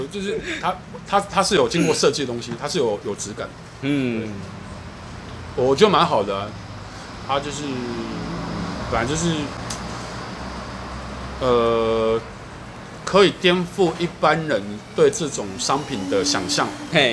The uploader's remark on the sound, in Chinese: 錄音地點：台南 牽咖啡 Chen Coffee